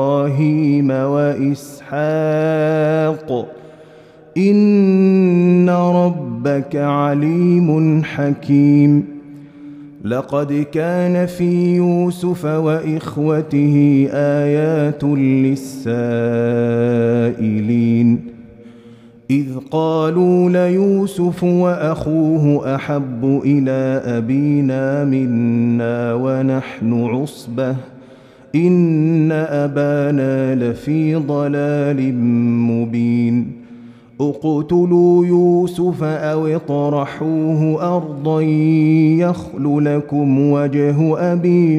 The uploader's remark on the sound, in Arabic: مسجل من صلاة التراويح بمسجد السلام بحي مشرفة بجدة